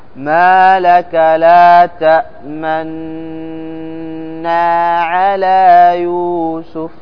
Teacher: يأتي بالإضغام مع الغنة ويضم الشفتين، لأن أصل النون كانت مضمومة · Term: الإشمام